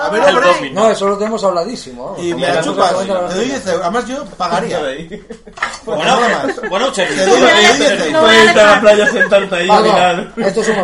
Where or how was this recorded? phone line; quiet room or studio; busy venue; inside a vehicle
busy venue